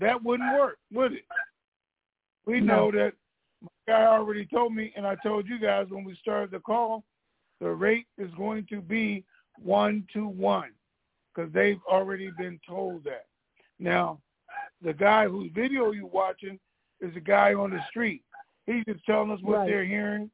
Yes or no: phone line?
yes